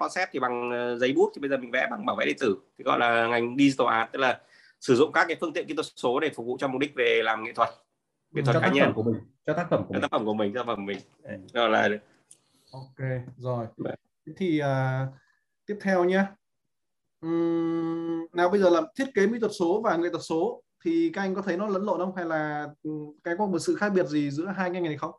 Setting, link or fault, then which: link, video call